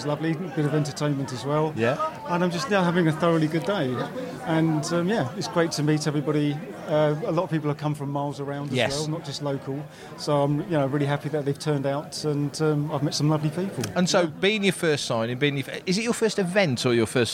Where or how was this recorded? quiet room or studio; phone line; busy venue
busy venue